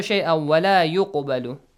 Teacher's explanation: Qaf must be pronounced with a bouncing sound.